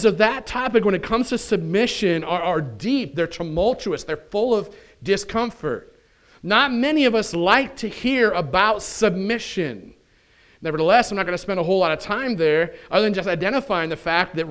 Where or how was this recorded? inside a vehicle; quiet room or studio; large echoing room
large echoing room